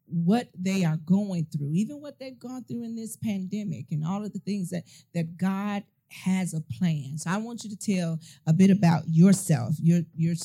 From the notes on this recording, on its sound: This is a live recording at the conference and book relaunch.